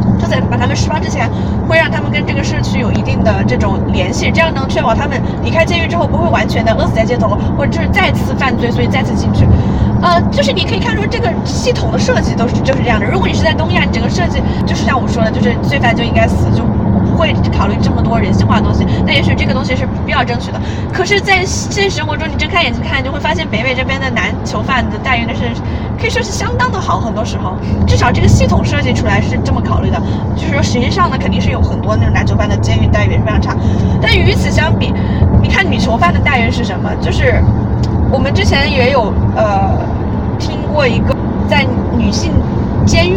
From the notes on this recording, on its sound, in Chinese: 因为在车上录制，所以这一期杂音有点多